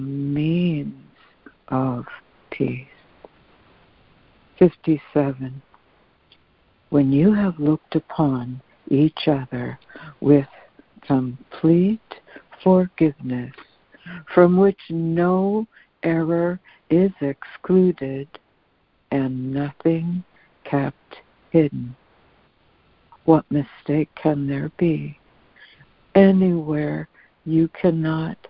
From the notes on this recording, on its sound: ACIM Daily Conference Call